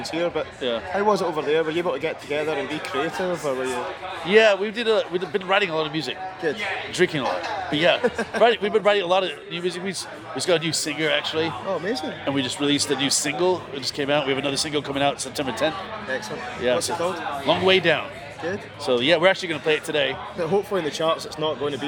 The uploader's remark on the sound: Episode 74 at SlamDunk Festival